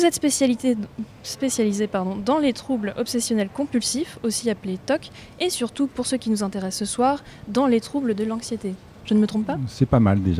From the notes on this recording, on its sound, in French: Festival Pariscience. MNHN. Nous avons eu la chance de l'enregistrer en direct depuis la grande galerie de l'évolution en partenariat avec le festival du film scientifique : Pariscience !